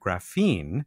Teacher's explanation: I note that you pronounce it graphene, emphasis on the second syllable.